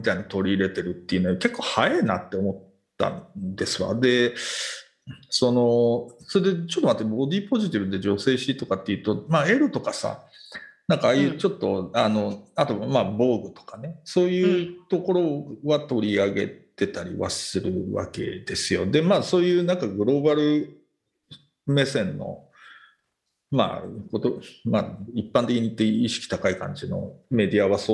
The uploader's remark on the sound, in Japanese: 本収録はビデオ会議サービス「Zoom」を使用し。一部聞き取りづらい箇所があります。